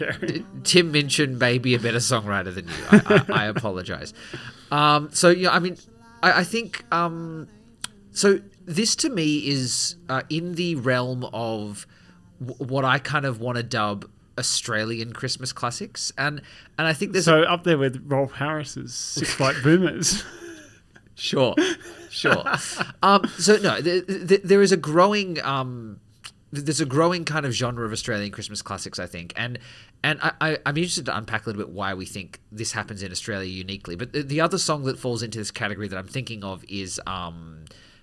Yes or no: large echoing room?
no